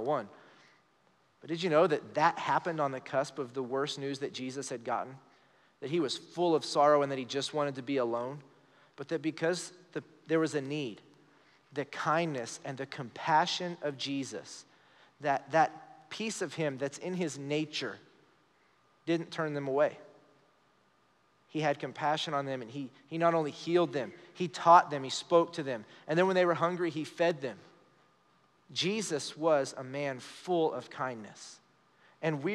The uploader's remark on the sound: Recorded live during our Wednesday night service